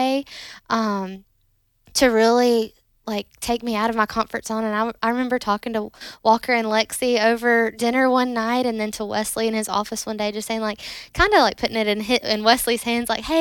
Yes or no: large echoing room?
no